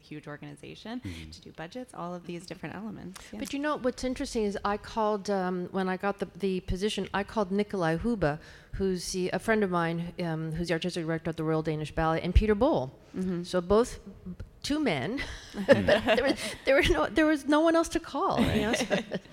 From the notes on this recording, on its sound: LIVE from The Kennedy Center. Today’s episode was recorded live at The Kennedy Center on Saturday June 1, 2019 before the matinee performance of Miami City Ballet as a part of Ballet Across America.